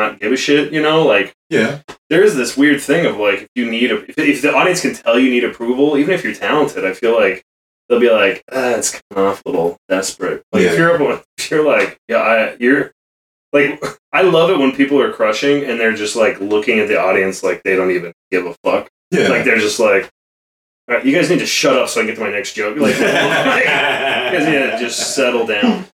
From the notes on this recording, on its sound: had some technical difficulties, so this week’s episode may sound slightly different